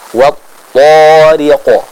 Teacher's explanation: Ya, thanya dibaca dua harakat. Jadi bukan wat-thariq.